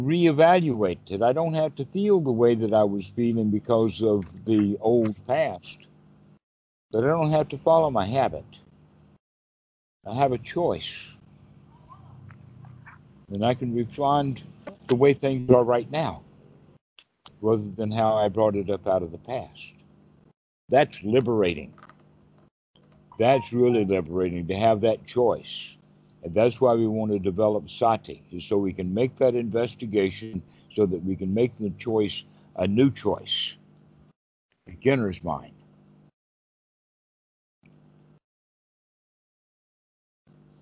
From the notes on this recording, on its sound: skype calls on this channel